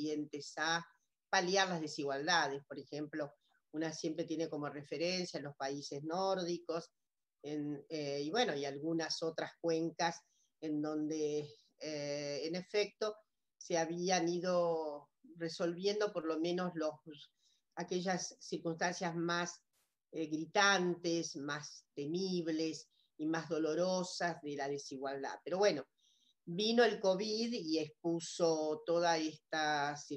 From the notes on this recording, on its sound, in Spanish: por YouTube, con participación en VIVO con el chat